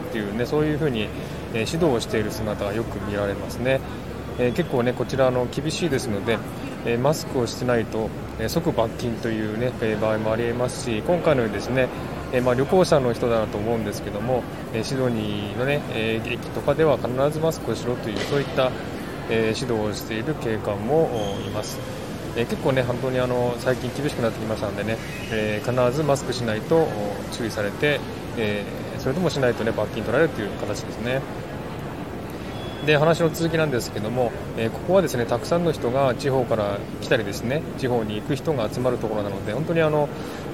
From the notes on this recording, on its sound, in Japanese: At Central Station ステレオ音声。シドニーで一番大きな駅、セントラル駅から生トーク。環境音。